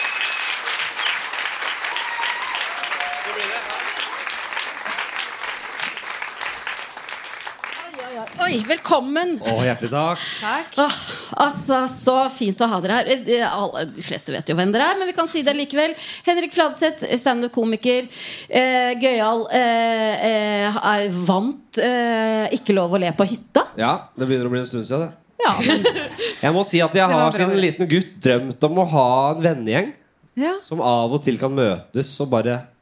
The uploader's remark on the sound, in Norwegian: live fra Parkteatret